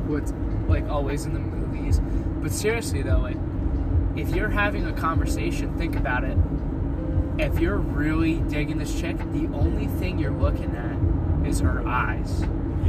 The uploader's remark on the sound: All while driving to some Lo-Fi tunes.